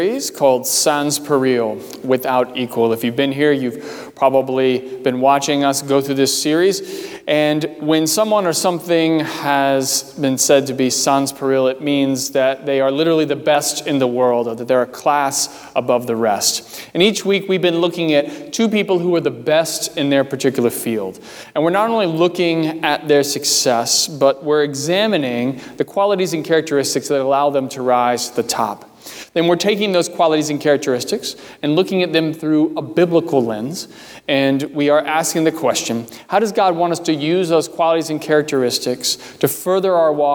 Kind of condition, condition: setting, large echoing room